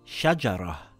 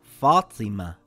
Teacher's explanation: We pronounce both words with a ha at the end. · Term: ta marbuta